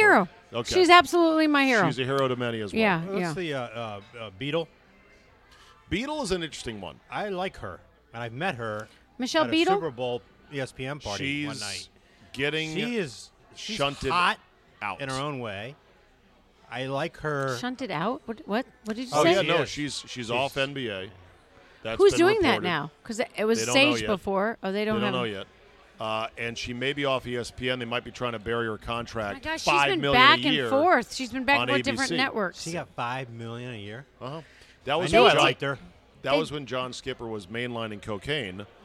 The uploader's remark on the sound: Recorded at DC Prime Steakhouse in Ashburn, VA.